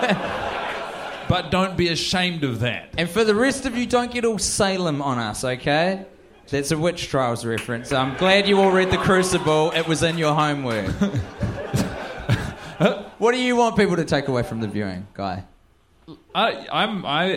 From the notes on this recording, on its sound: Question and Answer session at Cinefamily, LA. A packed out audience of about 150 fans had their opportunity to ask what needed to be asked. Here are the questions which were off-mic from the crowd.